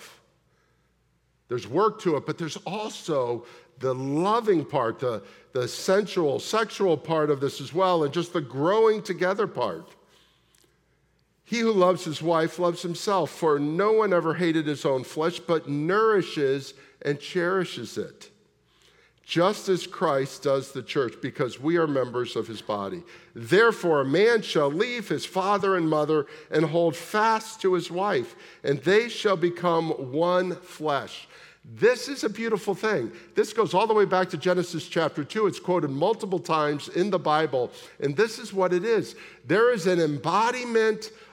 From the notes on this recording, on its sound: At the August 20, 2023 Sunday morning services of Boca Raton Community Church in Boca Raton, Florida.